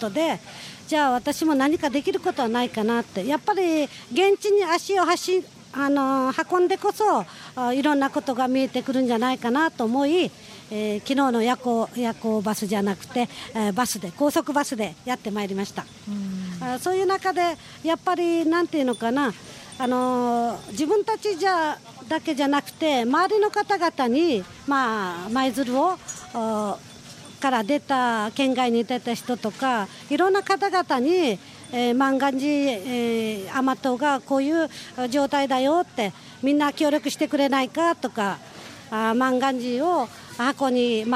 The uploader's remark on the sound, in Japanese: 万願寺まつり2018＠舞鶴ふるるファーム 公開収録。